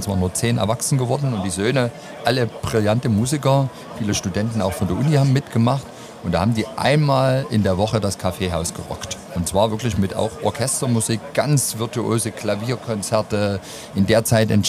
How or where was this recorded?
busy venue